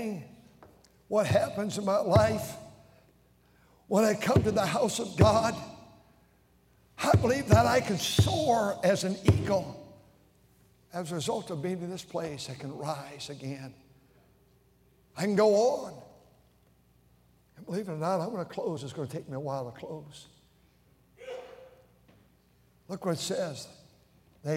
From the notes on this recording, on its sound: during the Sunday Evening service on May 7, 2023, at North Valley Baptist Church in Santa Clara, California